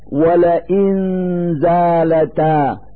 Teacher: المثال الحادي والعشرون: ولئن زالتا في هذا المثال نلفظ النون الساكنة من كلمة لئن من مخرج الزاء من كلمة زالتا فنقول ولئن زالتا مع إظهار الغنة التي هي الدليل على وجود النون الساكنة.